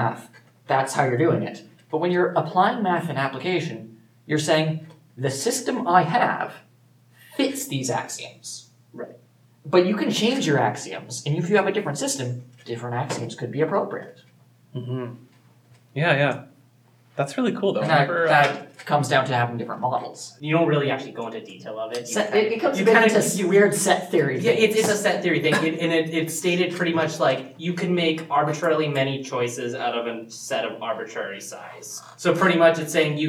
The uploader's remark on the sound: We apologize for the sound, the room we had was terrible